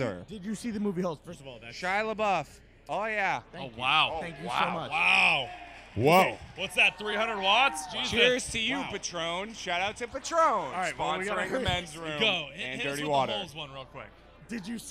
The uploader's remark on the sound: LIVE from The Greatest Bar located right in the Heart of Boston!